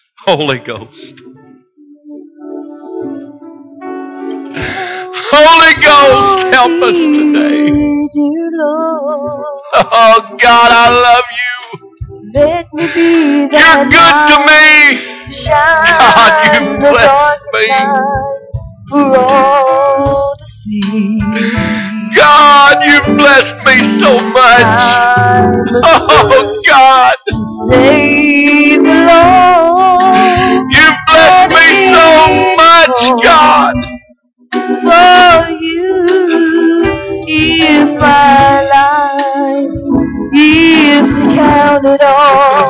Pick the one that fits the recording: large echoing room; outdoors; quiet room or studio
large echoing room